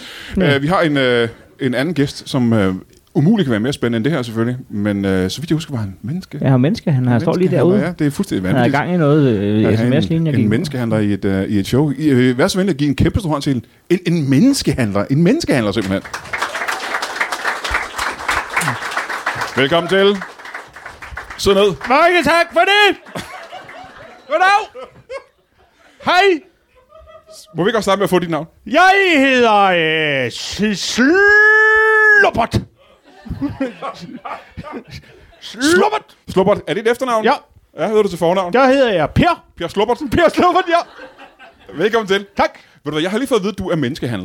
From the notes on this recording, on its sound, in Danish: Optaget live på Citizen i hjertet af København foran et spillevende publikum.